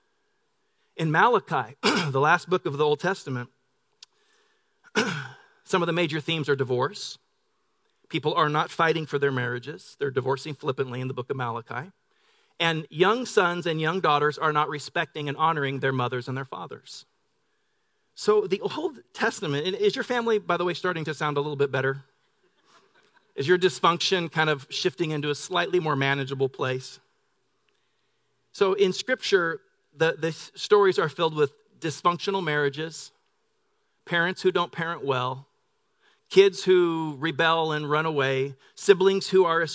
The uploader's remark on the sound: Delivered on 25 November 2018 at Grace Church of La Verne. Delivered on 25 November 2018 at Grace Church of La Verne.